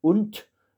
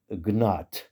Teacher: le D en fin de mot en allemand, il se prononce toujours T